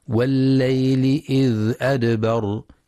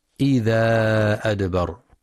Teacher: ينتبه القارئ برواية حفص لسكون الذال في إذ مع بيان صفة الرخاوة · Shown in: first take · فلا يقرأ بالفتح والمد إذا أدبر.